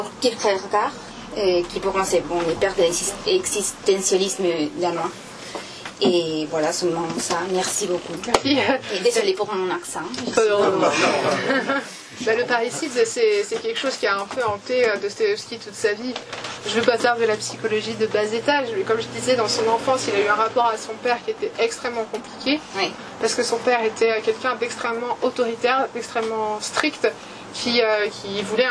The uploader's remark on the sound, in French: Enregistré à La Nouvelle Librairie le 7 septembre 2023.